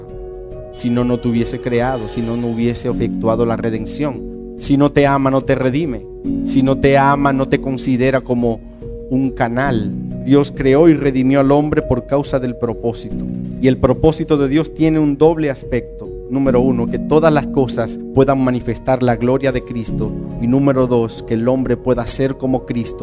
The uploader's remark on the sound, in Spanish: una enseñanza impartida en Casa de Vida